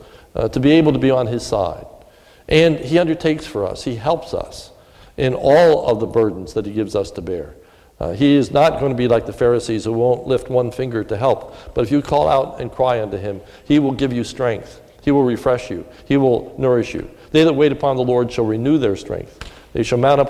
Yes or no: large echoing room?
yes